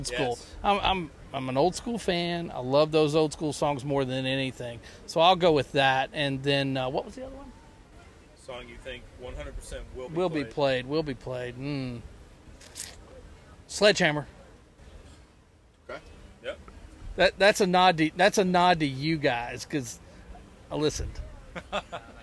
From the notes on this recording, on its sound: The Grey Street Pod crew hit the road and attended the July 19th show in Charlotte, NC. While in the lots, we decided to turn on the microphone.